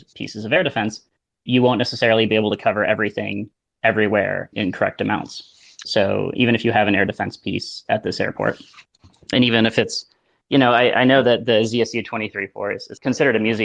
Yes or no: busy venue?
no